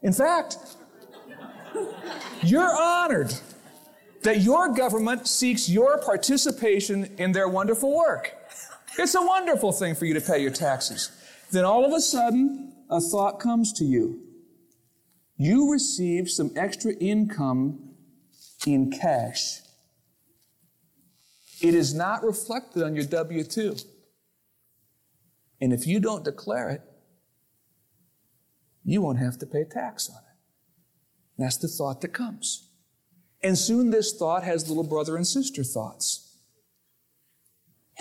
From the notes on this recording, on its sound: Originally recorded on April 16, 2000, at Fellowship Missionary Church, Fort Wayne, IN.